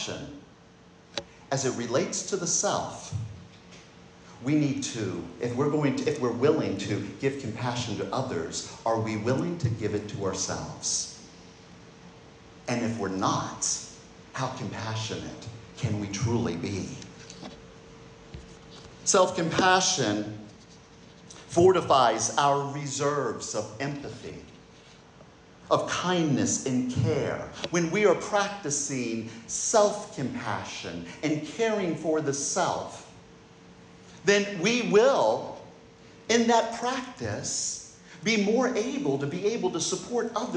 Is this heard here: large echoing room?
yes